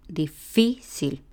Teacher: Difícil se acentúa en la fi, difícil. Y eso hace que esa palabra sea grave o llana.